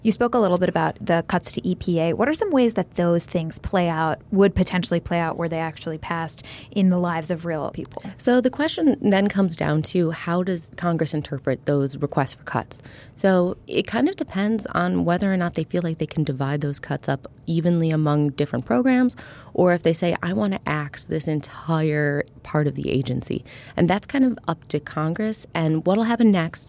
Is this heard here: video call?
no